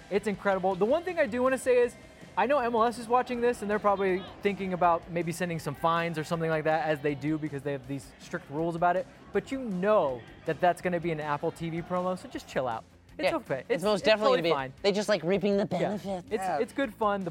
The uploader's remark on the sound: live from Banc of California Stadium